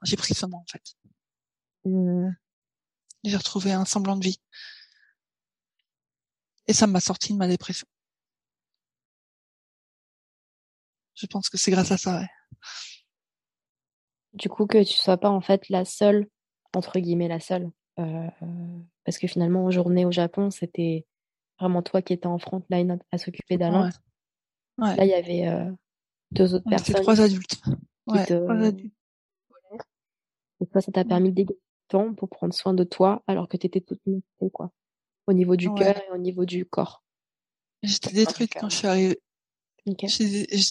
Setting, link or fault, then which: link, video call